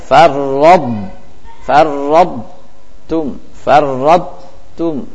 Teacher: Hanya hilang qalqalahnya. Tapi hurufnya masih kita baca. · Term: idgham nakis